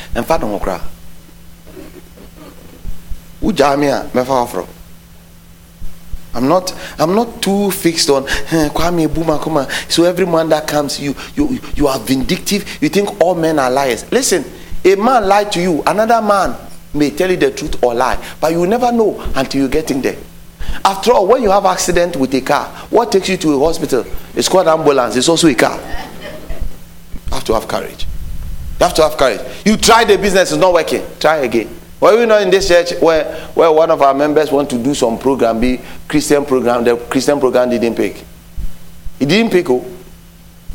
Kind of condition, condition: setting, large echoing room